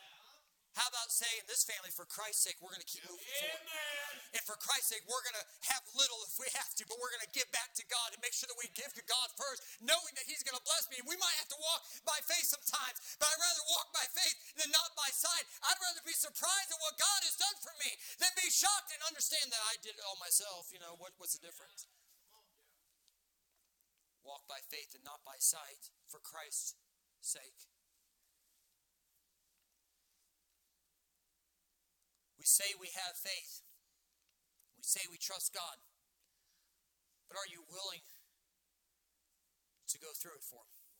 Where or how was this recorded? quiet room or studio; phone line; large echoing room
large echoing room